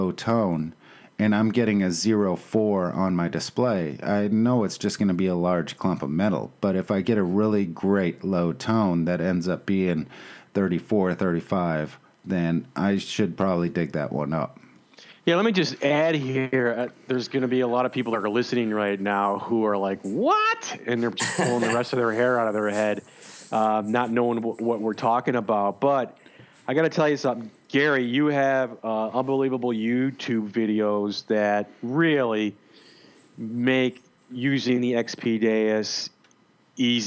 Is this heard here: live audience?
no